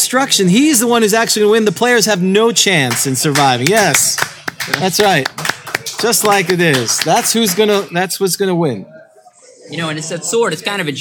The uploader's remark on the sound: This special podcast was recorded live at SCI-FI CITY in Orlando before a live audience in preparation for summer GROGCON 2019!